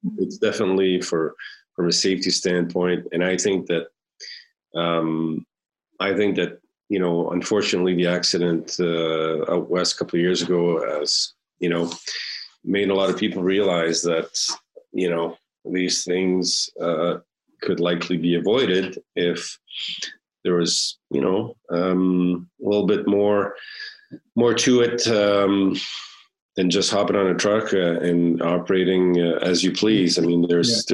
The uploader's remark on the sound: via Zoom for a conversation